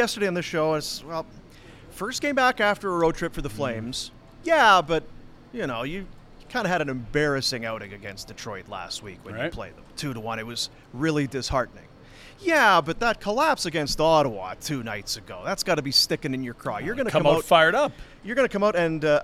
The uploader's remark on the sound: LIVE from the Grey Eagle Resort and Casino